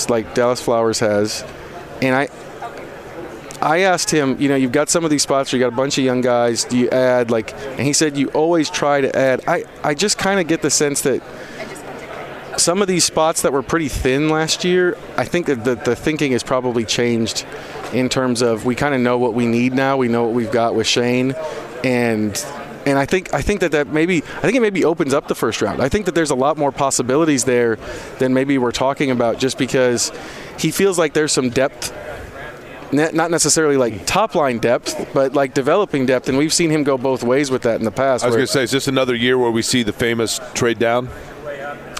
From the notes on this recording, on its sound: Live From the NFL Combine. Live from radio row at the NFL Combine.